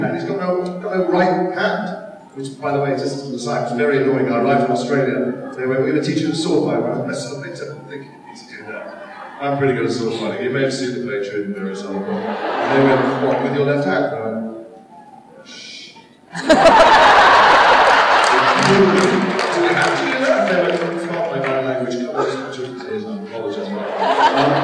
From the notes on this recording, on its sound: An abbreviated Day 3 at Salt Lake Comic Con FanXperience 2016 brings an entertaining panel.